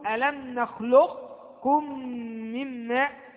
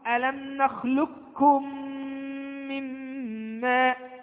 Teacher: يعني نظهر القاف والكاف، ولا ندغم إدغاما كاملا